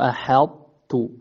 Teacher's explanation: أشار هنا إلى أن الإدغام في أحط هو إدغام ناقص، فتبقى صفة الإطباق